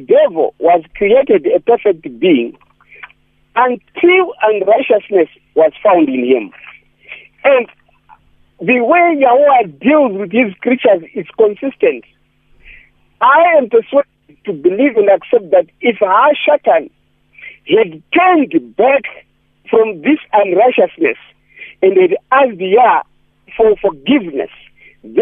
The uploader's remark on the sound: Guest on the phone